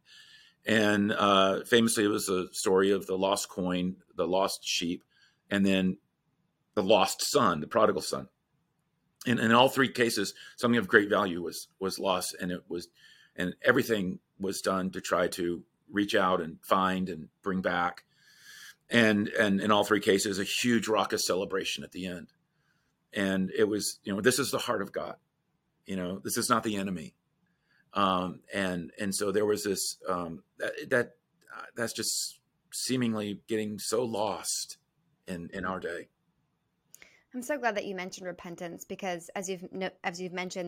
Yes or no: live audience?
no